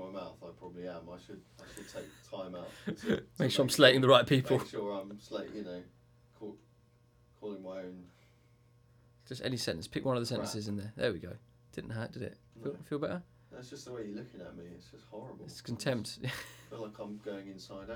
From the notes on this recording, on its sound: Mic Fail.